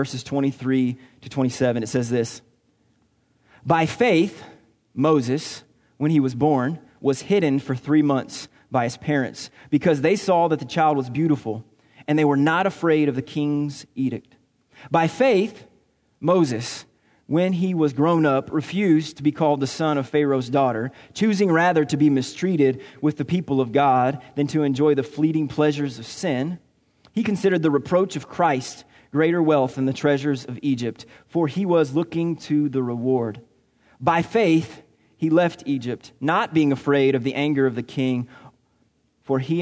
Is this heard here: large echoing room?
yes